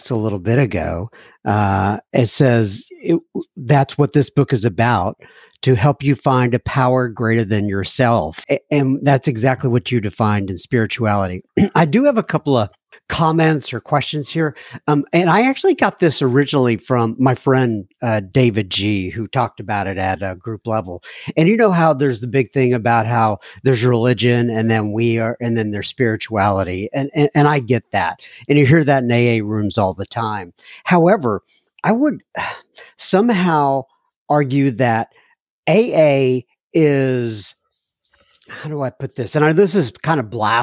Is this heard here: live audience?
no